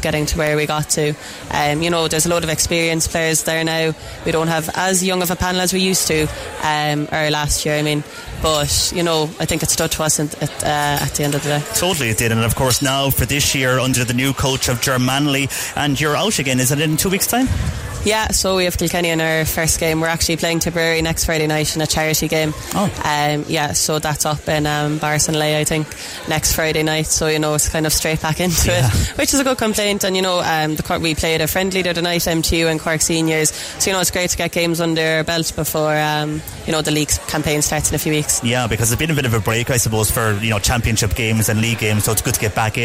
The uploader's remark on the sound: CELTIC ROSS HOTEL WEST CORK SPORTS STAR AWARDS OUTSIDE BROADCAST.